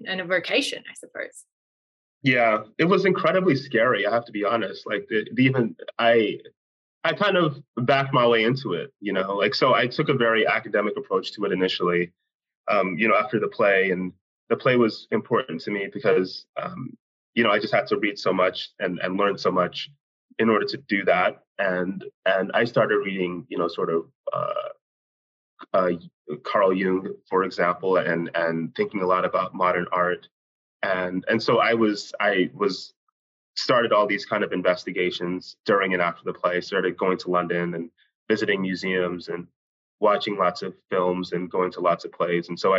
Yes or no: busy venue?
no